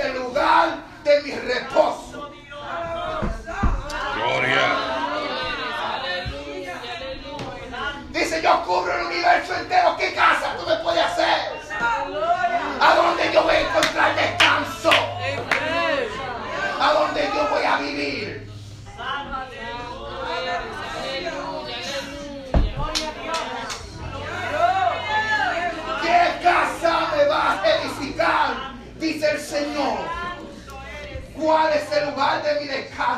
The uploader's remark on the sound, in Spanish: Este audio es una porción de el mensaje predicado en la iglesia de IDP Passaic N,J.